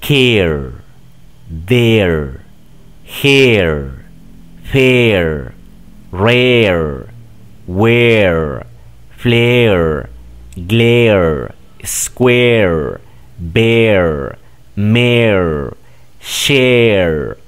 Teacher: Es una E exacta como la que tenemos en español, nada más que la prolongas un poquito más.